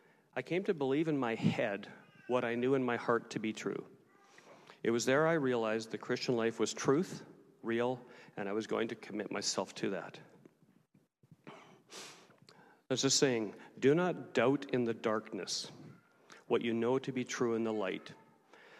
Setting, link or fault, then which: setting, live audience